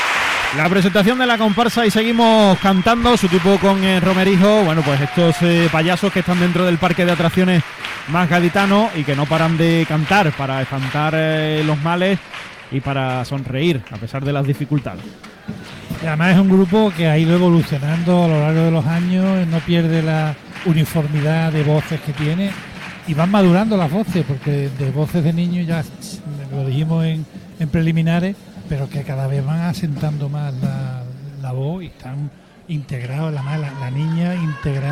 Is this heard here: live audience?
yes